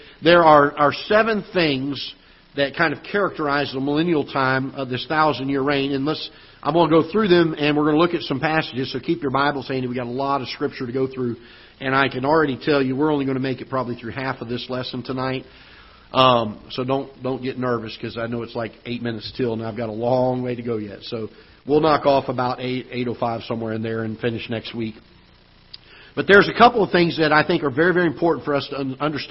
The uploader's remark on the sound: Ketha Heights Baptist Church ~ Live Broadcast